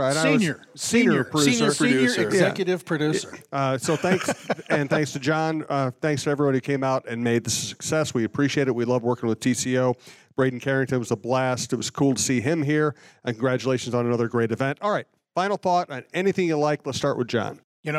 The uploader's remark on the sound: Live at TCO